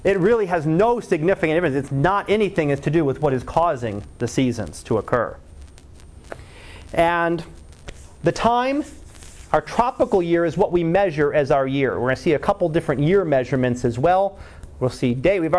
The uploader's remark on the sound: Live Class Lecture